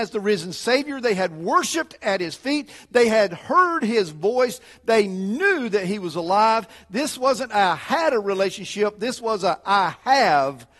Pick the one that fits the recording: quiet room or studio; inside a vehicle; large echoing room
large echoing room